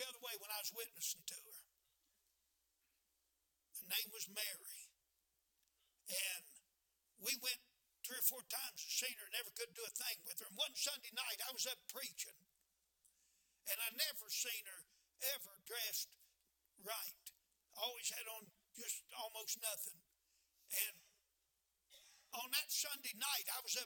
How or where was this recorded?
large echoing room